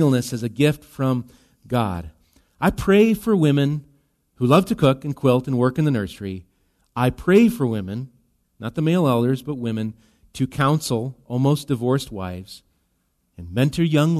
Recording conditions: large echoing room